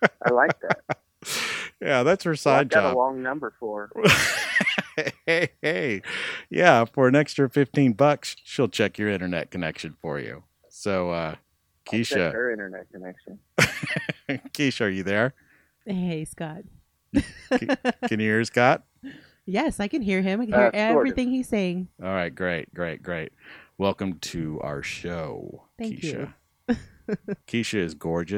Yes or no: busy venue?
no